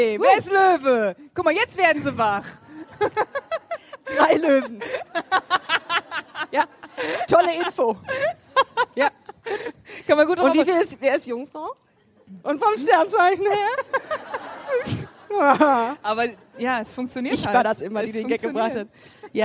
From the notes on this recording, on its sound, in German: Busenfreundin LIVE vom L Beach Festival 2019. Freut euch auf den ersten Busenfreundin LIVE Podcast auf dem L Beach Festival am Weißenhäuser Strand.